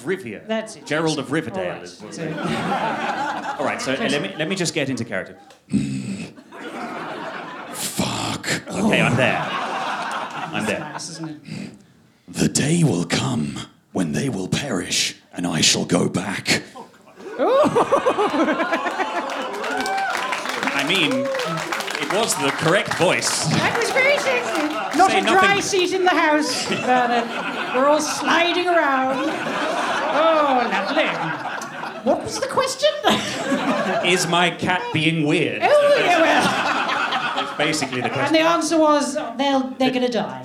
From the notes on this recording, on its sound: Live from London Podcast Festival. Recorded live. From the London Podcast Festival 2023.